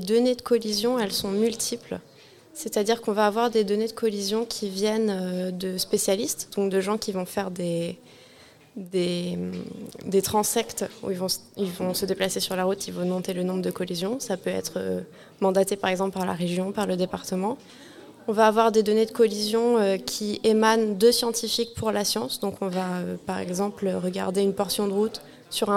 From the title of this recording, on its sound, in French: En direct de l'Ecole de l'Anthropocène 2023